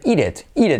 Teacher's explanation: Y con la T como R, eat it